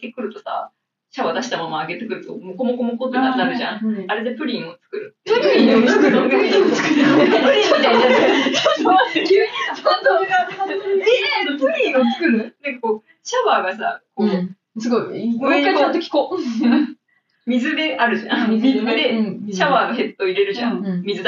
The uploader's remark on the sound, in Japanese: 機材トラブルのため、全体的に音声がこもって聞こえづらいです